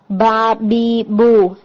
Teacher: अब मीम का जो तवस्सुत है वो आप ऐसे फील कर सकते हैं कि बा के साथ, चूंकि बा में हमने पढ़ा ना कि उसमें भी जहर है लेकिन उसमें शिद्दा है, तो जो इसका हिट है वो थोड़ा स्ट्रांग होता है, लाइक अब बा बा, आपको लिप्स पे हल्का प्रेशर फील होता है जब आप बा को अदा करते हैं